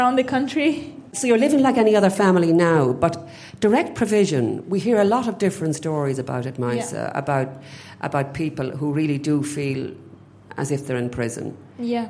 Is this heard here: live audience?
yes